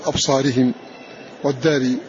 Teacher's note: وأبو عمرو البصري فإنهم يميلون لألفات المتوسطة الواقعة قبل راء متطرفة مكسورة · Term: بإمالة